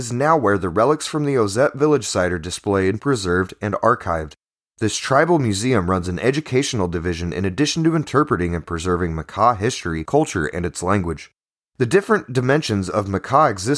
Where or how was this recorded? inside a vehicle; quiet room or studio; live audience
quiet room or studio